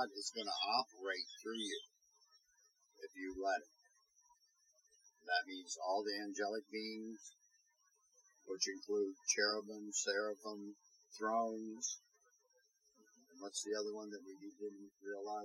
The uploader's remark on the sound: We apologize for the audio quality. We are still new and are working things out.